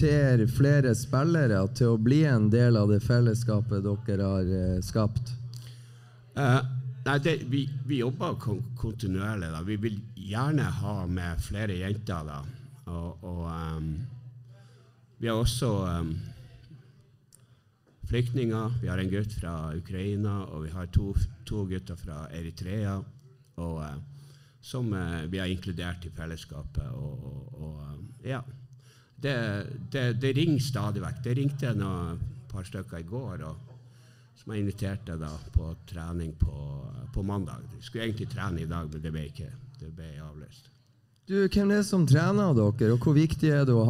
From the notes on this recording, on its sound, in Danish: Live fra Sportsbaren.